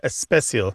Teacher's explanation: adding of the eh sound before an S word in Spanish and some of the Indian languages · Term: prothesis